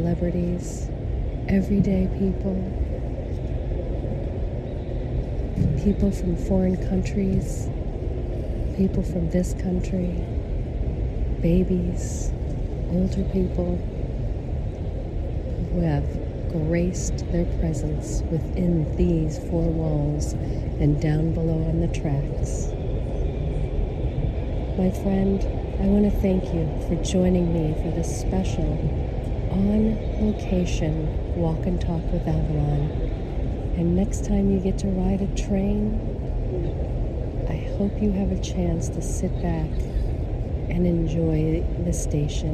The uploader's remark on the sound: LIVE from 30th Street Station Philadelphia. At the Train Station in Philadelphia, Pennsylvania, USA. This is a special on location Walk and Talk of our Mindfulness Summer Tour 2022.